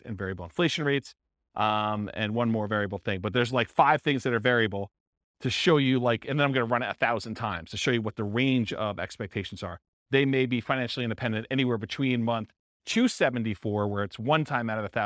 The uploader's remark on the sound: This was a live class recorded